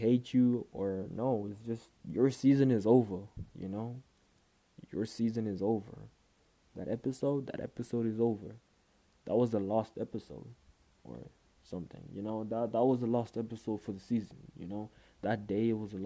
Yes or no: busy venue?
no